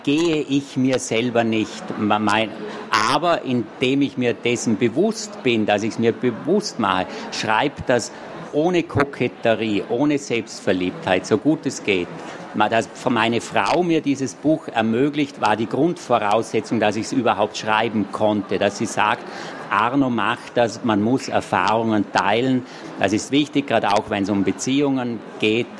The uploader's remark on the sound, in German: Leipziger Buchmesse 2023. Auf der Bühne in Halle 5 der Leipziger Buchmesse.